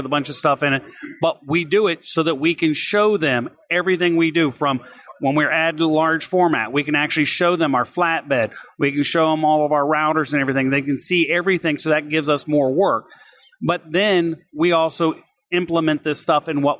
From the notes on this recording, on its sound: Live from ISA Sign Expo.